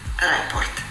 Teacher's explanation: viene pronunciata in italiano comunemente in questo modo: report, con l'accento sulla prima sillaba